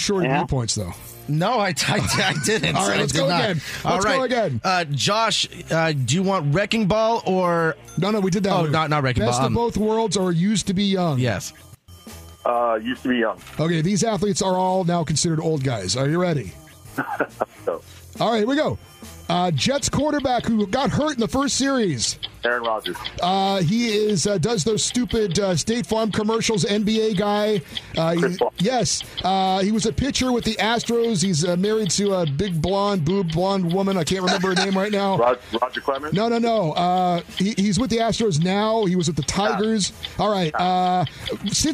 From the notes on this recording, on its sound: take your phone calls